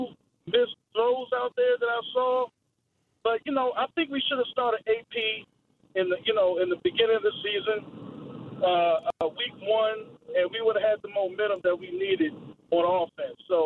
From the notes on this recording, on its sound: Also, fans call in to discuss as well.